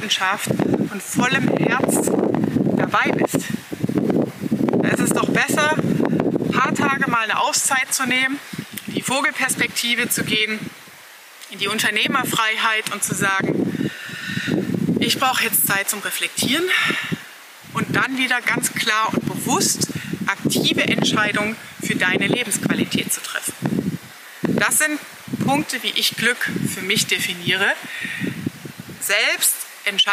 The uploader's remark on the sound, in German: Diese Folge habe ich dir mitten in der Wüste aufgenommen. Es war sehr windig, was die Soundqualität beeinträchtigt.